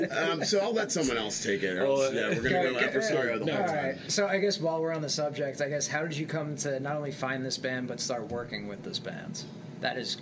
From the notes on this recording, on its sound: recorded backstage at Mohegan Sun Arena before Goosemas 8!